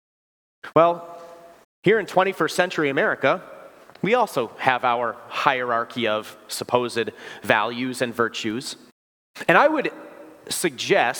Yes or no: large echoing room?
yes